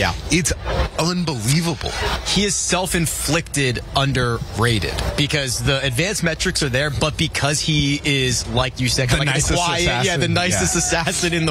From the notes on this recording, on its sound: To recap Friday's action live from the WM Phoenix Open.